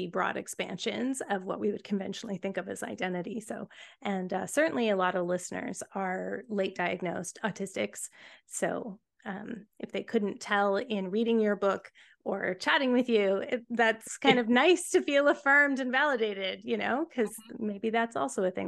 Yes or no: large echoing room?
no